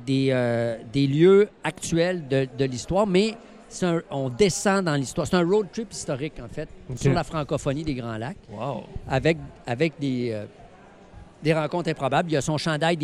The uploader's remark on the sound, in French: En direct du Salon du livre de l'Abitibi-Témiscamingue